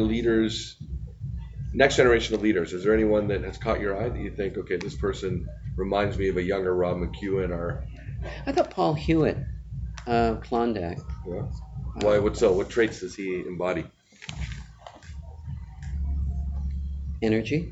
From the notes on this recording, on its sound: recorded live on the sidelines of the Silver & Gold Summit in San Francisco in late October 2018